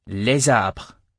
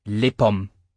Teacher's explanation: You do pronounce the first S, as in a Z sound, in les arbres, but not in les pommes · Shown in: first take · Term: liaison